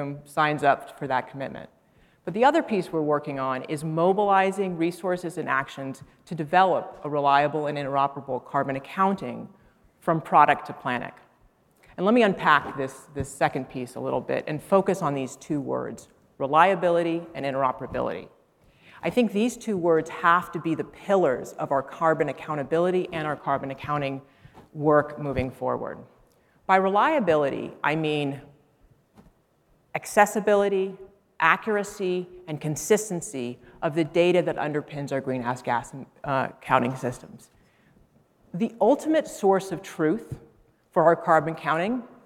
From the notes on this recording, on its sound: highlights from the main stage of GreenBiz 22